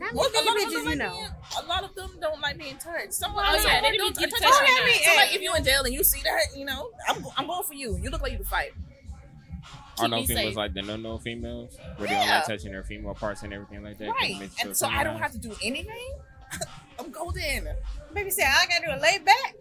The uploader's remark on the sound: brought to you live from the MPN Podcast Stage